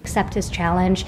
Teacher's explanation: she doesn't necessarily voice some of the sounds that should be voiced, and so they come out more as air sounds. And it sounds a little bit like a lisp, but it's not quite a lisp.